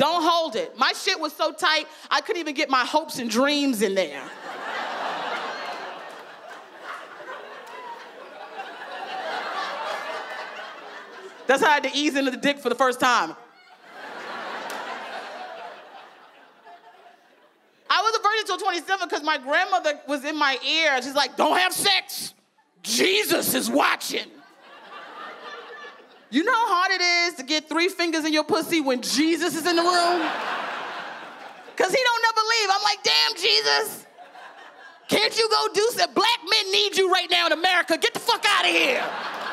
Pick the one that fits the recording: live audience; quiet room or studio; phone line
live audience